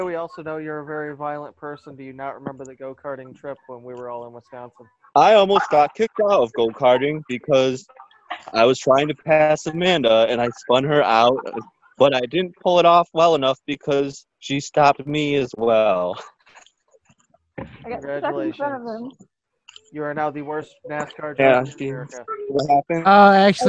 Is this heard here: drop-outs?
yes